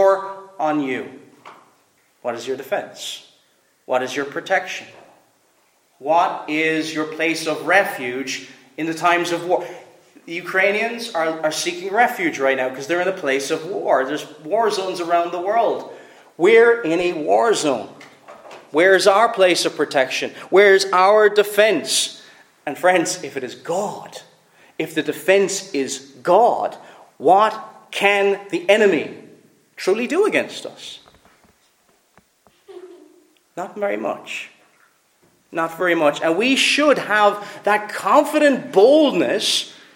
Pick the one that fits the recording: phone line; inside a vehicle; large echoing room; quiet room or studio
large echoing room